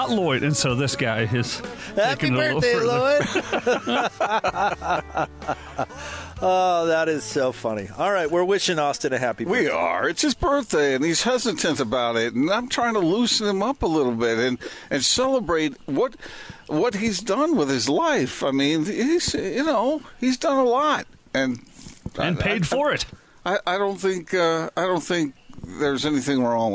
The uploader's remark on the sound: LIVE at The Warehouse.